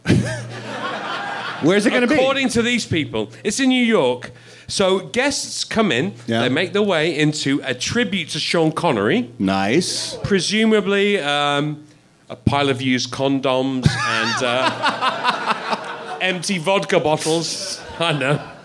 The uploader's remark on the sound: LIVE At The Improv. SOLD OUT recording of #TheRalphReport - LIVE on Saturday night.